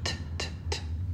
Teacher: Tendríamos que la T es un sonido sordo. Cuando vosotros pronunciáis una T, las cuerdas vocales de vuestro cuello no vibran